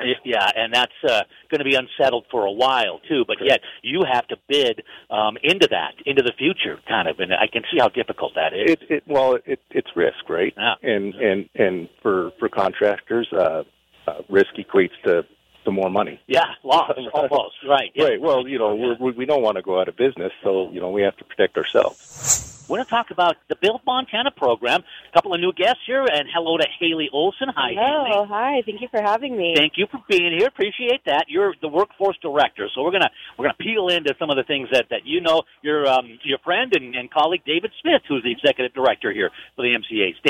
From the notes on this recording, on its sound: Builders Discuss Blueprint for Labor Shortage at Convention. We broadcast live from the Montana Contractors.